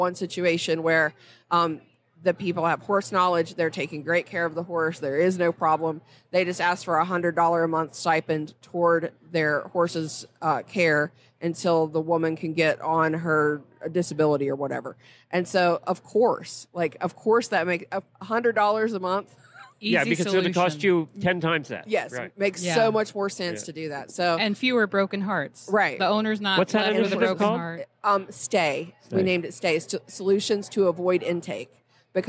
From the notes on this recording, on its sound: Live from Day 1 at Equine Affaire, Ohio. Live from Equine Affaire in Ohio. They bring you interviews with some of the fascinating clinicians, vendors and spectators that are attending this year!